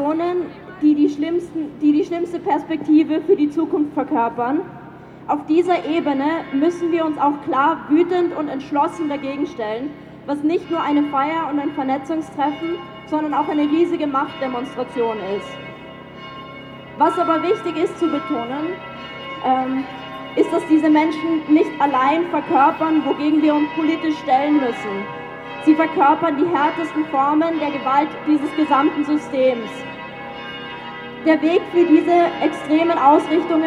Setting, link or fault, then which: setting, outdoors